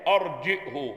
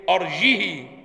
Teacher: قرأ ابو عمرو بالهمز وضم الهاء · Shown in: first take